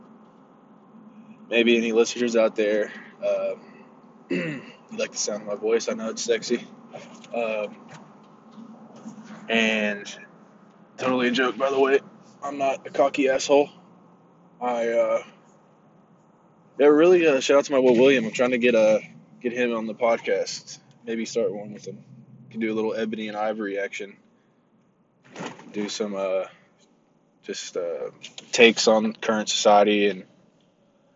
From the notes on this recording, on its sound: Random Rambles While Driving.